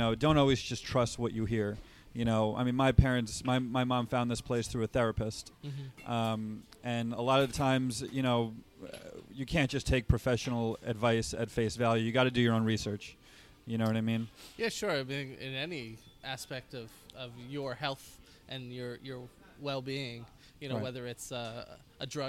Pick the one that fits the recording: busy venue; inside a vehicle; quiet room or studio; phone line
busy venue